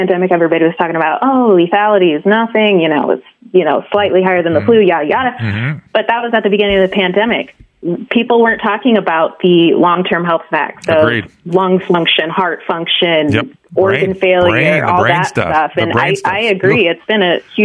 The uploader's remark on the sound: opens up the phone lines and takes calls from listeners